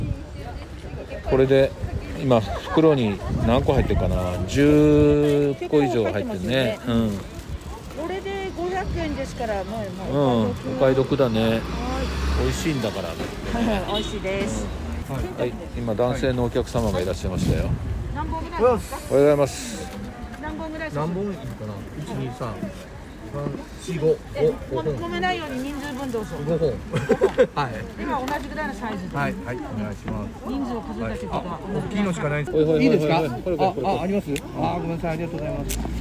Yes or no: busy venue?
yes